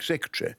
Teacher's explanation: In the upper class British, you know, you lose unstressed syllables